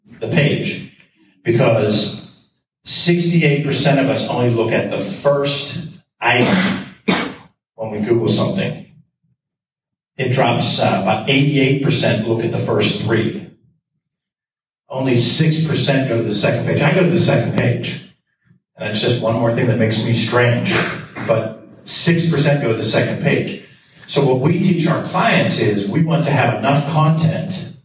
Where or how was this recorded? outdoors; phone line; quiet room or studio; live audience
live audience